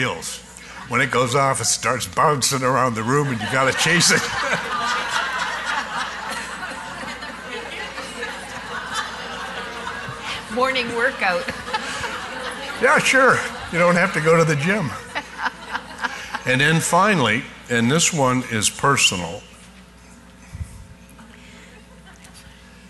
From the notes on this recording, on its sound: Live Broadcast at the The IPBC IGNITE Conference.